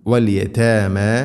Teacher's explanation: വലിയ തേമ, വലിയ താമ എന്നല്ല, കനപ്പിക്കരുത്, താഇനെ ലൈറ്റായിട്ട് ഉച്ചരിക്കണം